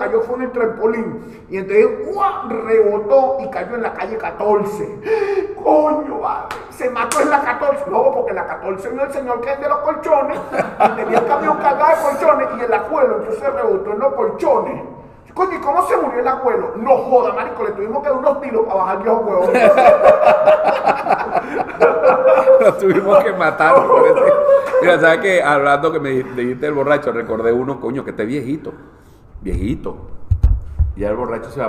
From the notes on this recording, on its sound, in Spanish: Techo Tres es un programa grabado en vivo.